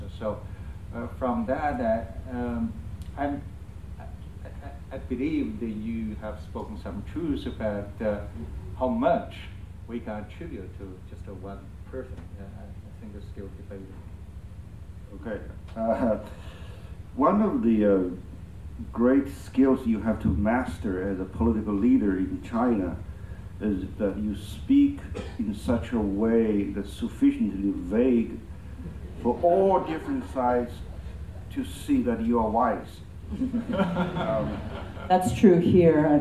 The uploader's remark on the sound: Recorded at the annual Forecast of China’s Economy for 2019, hosted by the National Committee on U.S.-China Relations and Peking University’s China Center for Economic Research, at the Citigroup Center. An expert panel.